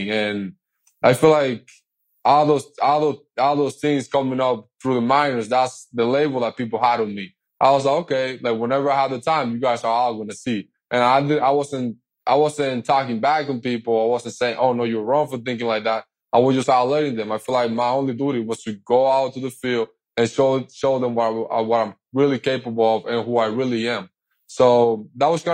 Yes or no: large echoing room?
no